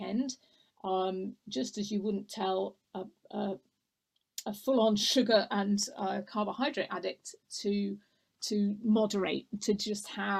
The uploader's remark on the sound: This recording is taken from the ' Healthy Lifestyle webinar ' on 5th March 2021